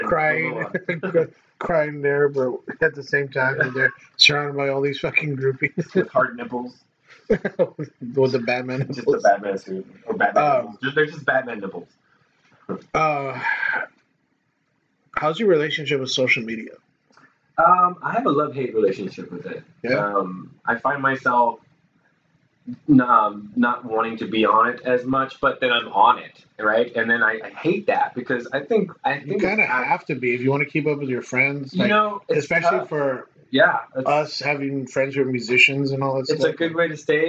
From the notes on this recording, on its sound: Add some bourbon in the mix and it was just an all around good time! This might not be the best sounding podcast.